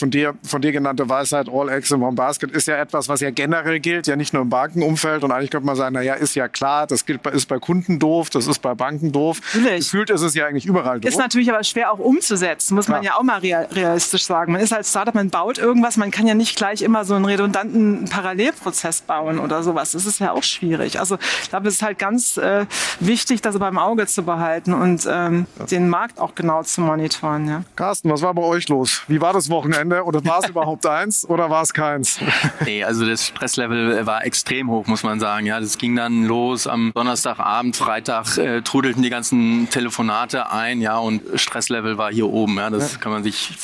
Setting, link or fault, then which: setting, busy venue